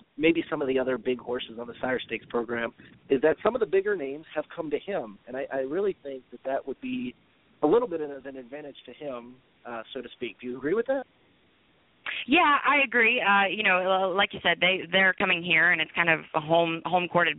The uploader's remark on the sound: The duo will discuss a couple of races live from Northfield Park, in Northfield, Ohio.